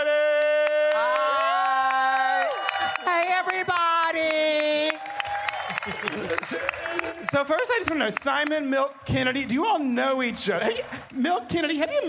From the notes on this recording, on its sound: LIVE episode, recorded at RuPaul’s DragCon in NYC